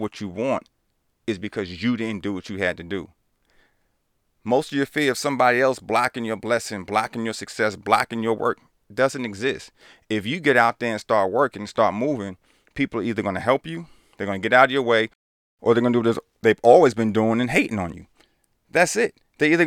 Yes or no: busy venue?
no